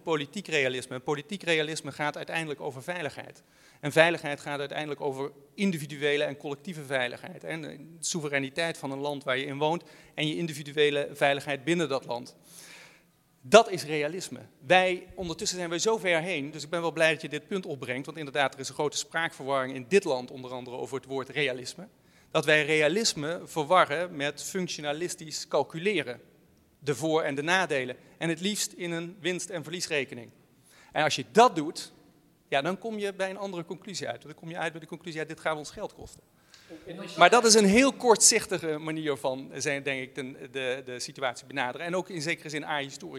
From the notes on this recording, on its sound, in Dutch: live vanuit de Stadsschouwburg Amsterdam